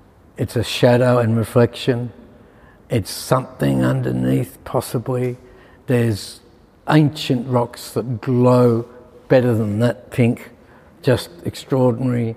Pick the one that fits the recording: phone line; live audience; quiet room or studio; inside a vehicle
live audience